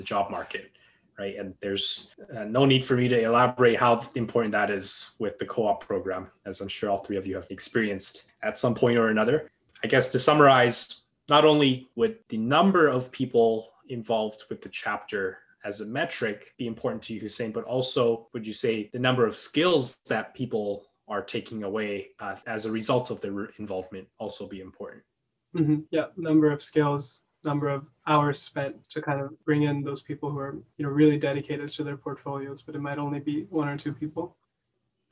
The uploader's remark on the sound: Several EWB UW chapter presidents join. A (virtual) fireside chat.